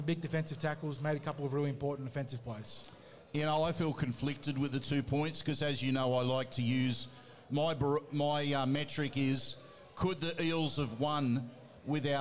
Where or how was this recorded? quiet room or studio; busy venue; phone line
busy venue